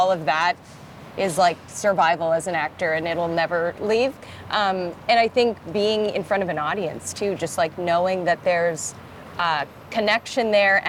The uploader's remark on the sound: In a short and sweet interview right outside Broadway's Lyceum Theatre.